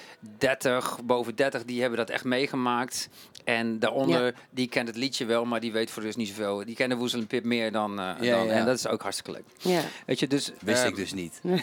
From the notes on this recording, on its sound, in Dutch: in de Kleinste Kroeg, backstage bij De Vrienden van Amstel LIVE